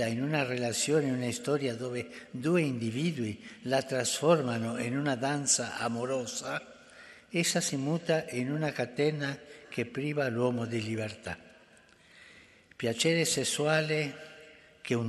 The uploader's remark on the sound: FROM THE PAULVI HALL, THE HOLY FATHER'S GENERAL AUDIENCE